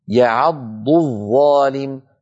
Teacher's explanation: تتالى في النطق ضاد مشددة بعدها ظاء